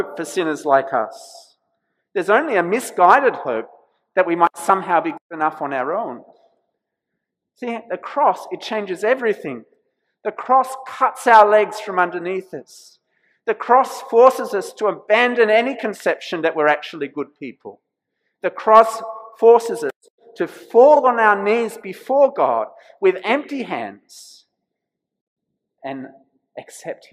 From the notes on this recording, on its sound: This sermon was preached at St George's Church, Penang on 26th March 2021.